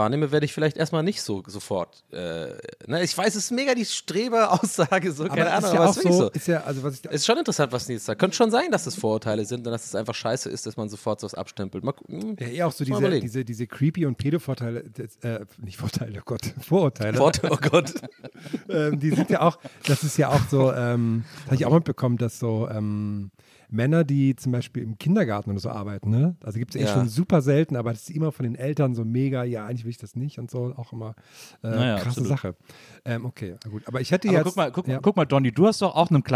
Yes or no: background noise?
no